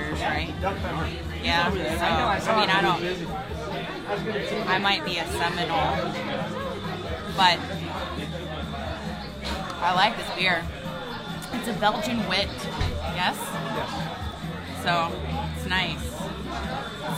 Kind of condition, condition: setting, busy venue